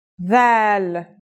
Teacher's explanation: This letter's pronunciation is a voiced sound, the, as in this or that. It's pronounced with the tongue between the upper and the lower teeth.